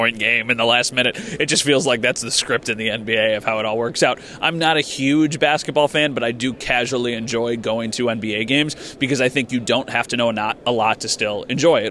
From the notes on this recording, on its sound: live again from the combine